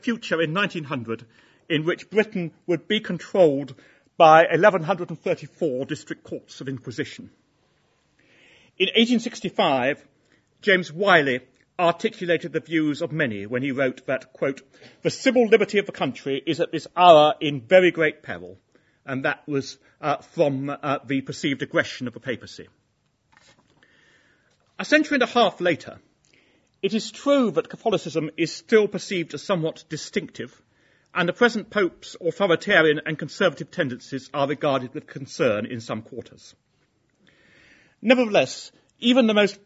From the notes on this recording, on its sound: Inaugural Lecture.